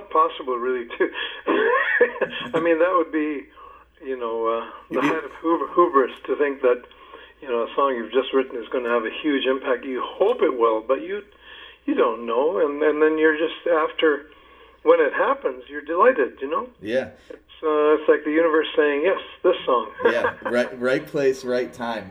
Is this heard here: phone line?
yes